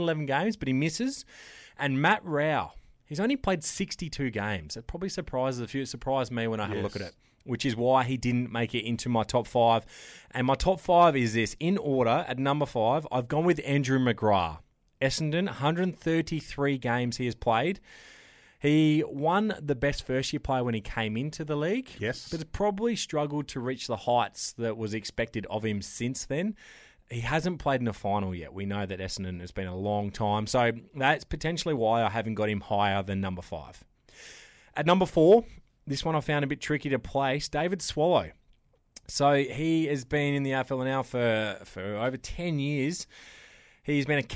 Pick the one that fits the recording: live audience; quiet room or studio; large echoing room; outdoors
quiet room or studio